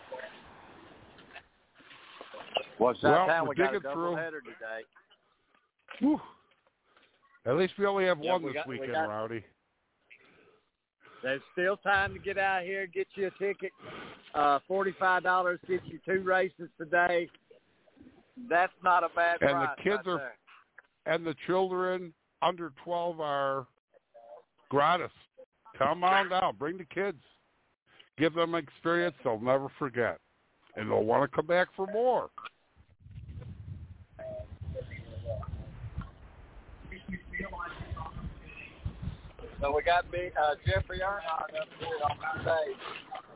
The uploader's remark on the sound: Live from doubleheader Trucks and Xfinity